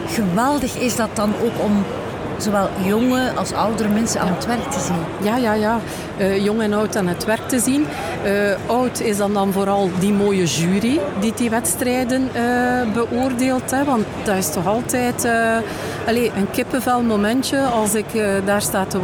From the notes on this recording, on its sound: Horeca Expo Live. Dé beurs voor professionelen uit de horecasector, dit jaar toe aan de 32 editie, waar er strenge covid-maatregelen van toepassing waren.